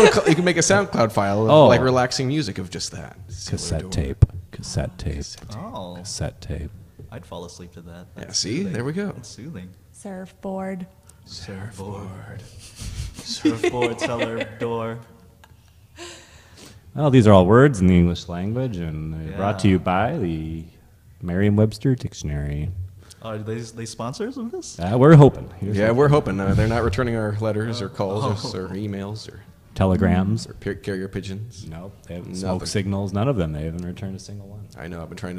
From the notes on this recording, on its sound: At SF Underground fallout shelter by Comedy Sound Wave.